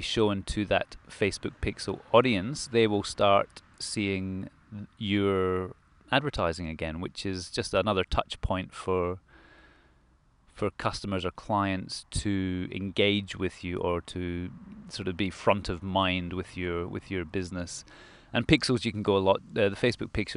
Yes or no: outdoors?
yes